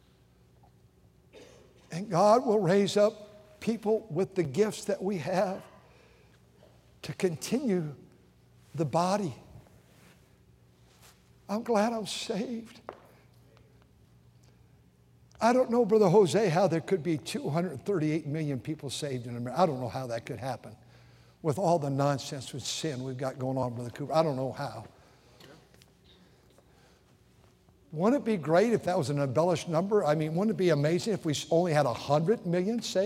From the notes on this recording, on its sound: during the Sunday Morning service on June 4, 2023, at North Valley Baptist Church in Santa Clara, California